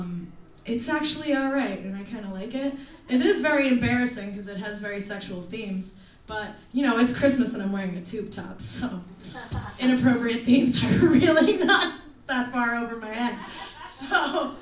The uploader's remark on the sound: Live! From The Footlight. We invited past guests for what became our Holiday Showcase.